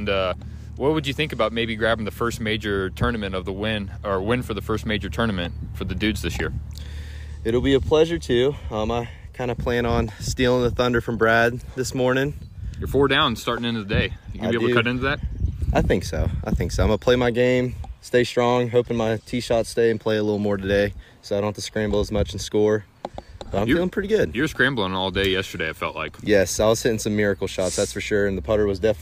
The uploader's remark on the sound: They give a recap of the 1st Dudes of Hazards Open at Graysburg Hills Golf Course including live interviews recorded on the course.